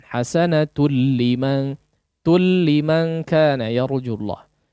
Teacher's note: Tidak seluruh tanwin digunnahkan, ya. Di sini tidak digunnahkan hasanatul, langsung masuk melebur kepada huruf lam. · Term: Idgham tanpa ghunnah